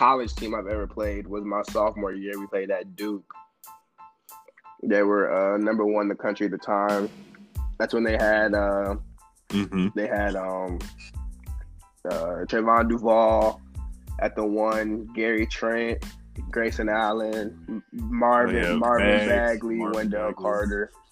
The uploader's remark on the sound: Talk over the phone.